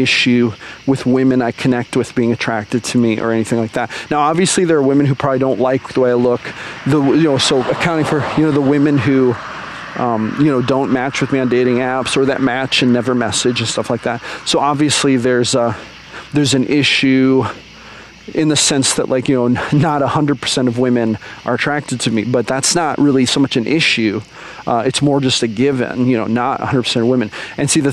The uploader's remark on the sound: recorded while I was out on a walk